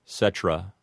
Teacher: Another way that people mispronounce it is to take the word cetera and reduce it from three syllables down to two